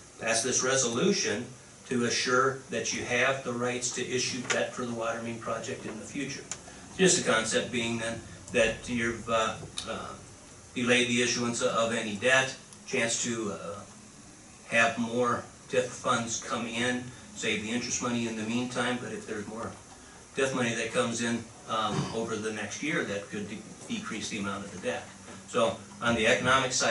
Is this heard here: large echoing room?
yes